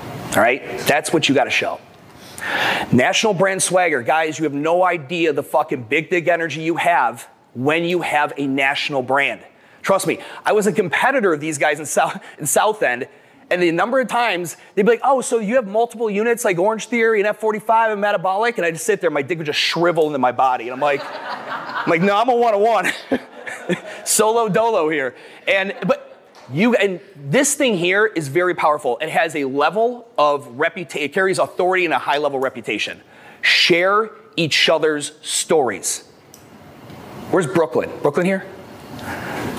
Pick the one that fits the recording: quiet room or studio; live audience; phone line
live audience